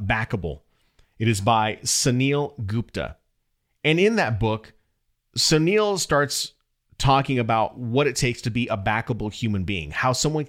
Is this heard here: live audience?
no